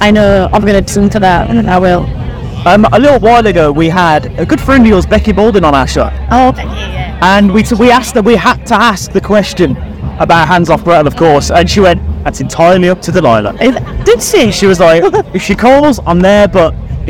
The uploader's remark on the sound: From our 'Live from 2000 Trees 2023' series.